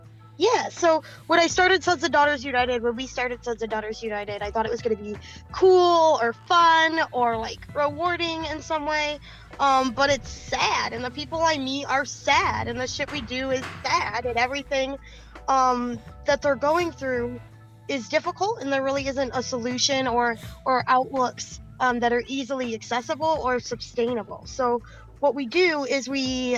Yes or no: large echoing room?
no